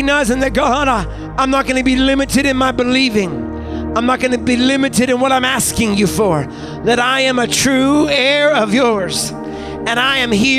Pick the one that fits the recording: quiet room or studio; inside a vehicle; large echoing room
large echoing room